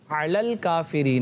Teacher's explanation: عین حلق کے درمیان والے حصے سے ادا ہوتا ہے